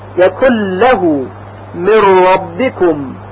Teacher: حرف مدغم که نون ساکن یا تنوین هست به طور کامل در دو حرف لام و را ادغام میشه و هیچ اثری و هیچ صفتی از حرف نون یا تنوین باقی نمیمونه · Term: ادغام کامل